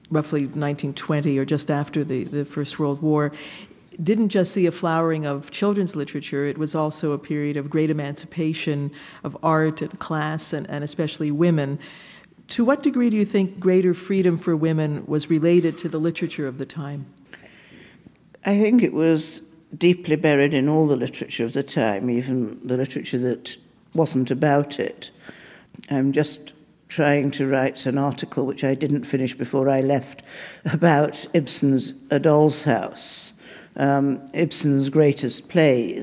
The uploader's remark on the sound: Recorded live at the Blue Metropolis International Literary Festival in Montreal.